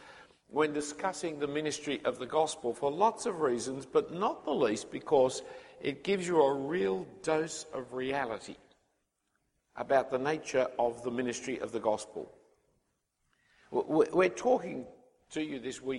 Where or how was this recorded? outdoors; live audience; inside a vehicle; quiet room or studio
live audience